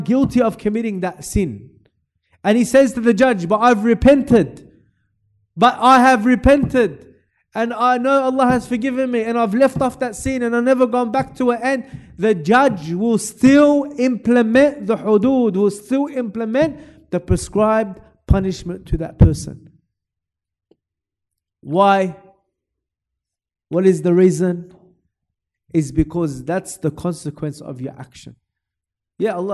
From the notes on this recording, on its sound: LIVE from Masjid Al-Azhar, Belmore.